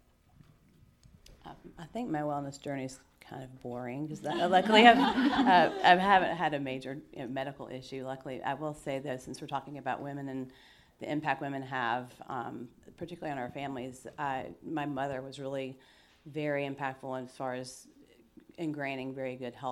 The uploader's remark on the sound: Live Panel. Our second episode in this series was recorded live in Capitol with a group of 50 clients and friends seeking optimum wellbeing.